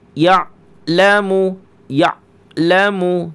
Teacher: ingat huruf ain, jangan dibaca seperti syidah. Ya'lamu, ya'lamu, tapi sedikit terseret sedikit saja ya.